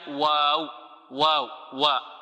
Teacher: وكلمة الوسواسي يهيأ للسامع أنها مفخمة، وهي ليست مفخمة. إذا أردنا أن نفخم الواو هكذا الوسواسي وا، وهذا خطأ.